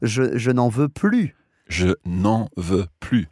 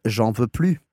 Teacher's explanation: the ne disappears or the N apostrophe just usually tends to be forgotten, omitted · Shown in: second take · and is j'en veux plus.